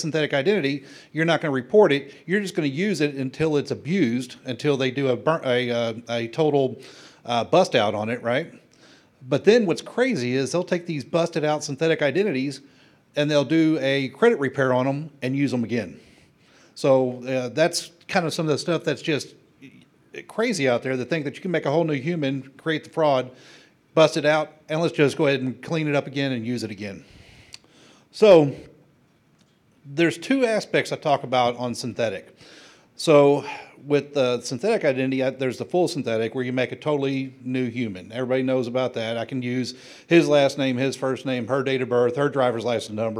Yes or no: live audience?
yes